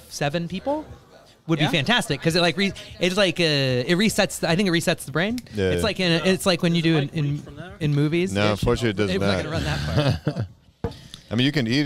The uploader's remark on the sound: Live show at the Yacht Club.